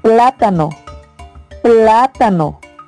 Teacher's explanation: Las sílabas átonas son ta y no, porque llevan la menor intensidad.